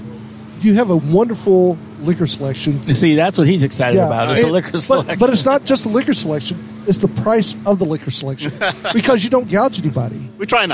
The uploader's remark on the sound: We go live at the Second Annual East West Beer Fest - an Austin-exclusive event where 10 local breweries bring their best east coast and west coast style IPAs.